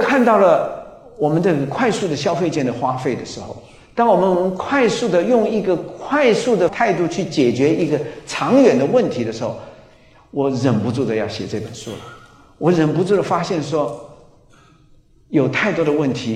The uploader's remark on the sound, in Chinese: 高雄新書演講會現場錄音